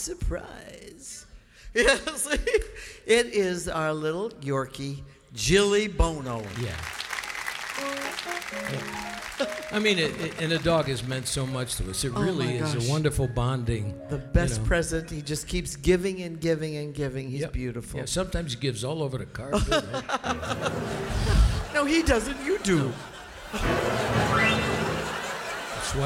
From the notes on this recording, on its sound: Christmas Show. Live at the SouthPoint Casino.